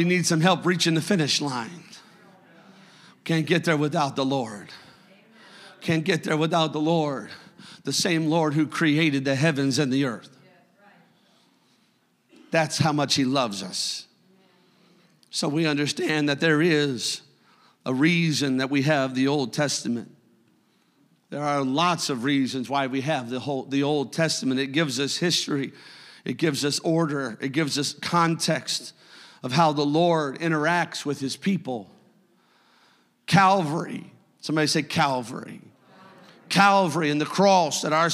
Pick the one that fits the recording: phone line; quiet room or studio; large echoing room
large echoing room